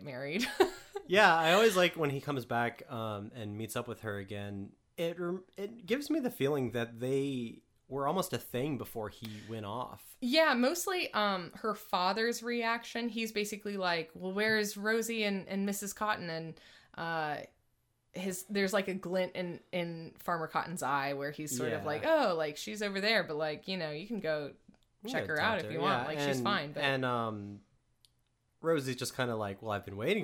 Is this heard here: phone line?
no